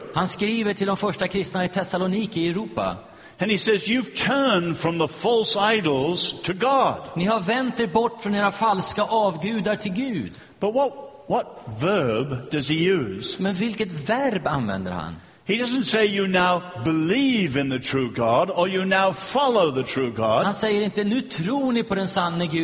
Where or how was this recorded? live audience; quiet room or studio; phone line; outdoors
live audience